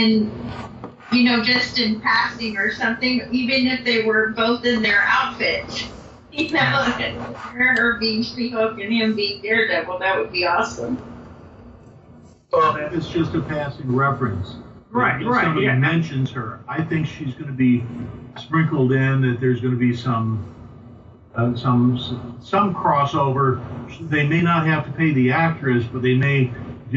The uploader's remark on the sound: we had some technical problems during the recording, so the sound is not to our high standard